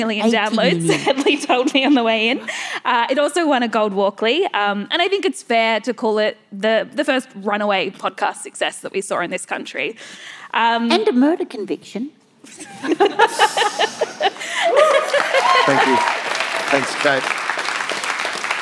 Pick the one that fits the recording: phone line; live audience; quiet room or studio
live audience